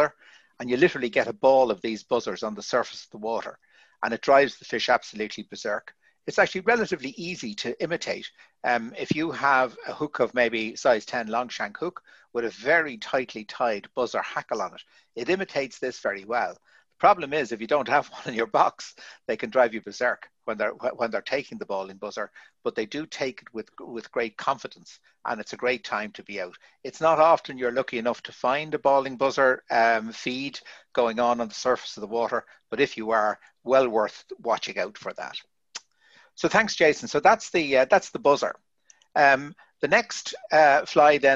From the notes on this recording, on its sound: This latest episode was recorded as a video webinar in conjunction with the 2020 Virtual Irish Fly Fair which has been organising talks and fly tying demos online in place of the usual fair in Galway that was postponed.